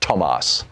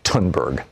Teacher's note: the TH in German and in Swedish is pronounced like a hard T.